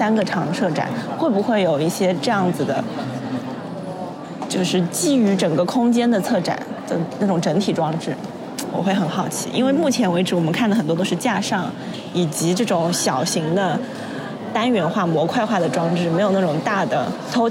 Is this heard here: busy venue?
yes